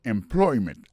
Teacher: accent tombé sous deuxième syllabe · Term: accent tonique